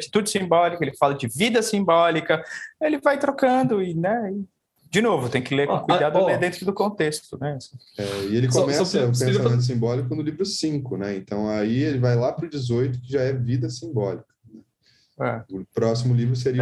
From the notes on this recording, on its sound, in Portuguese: Neste episódio gravado em live pelo instagram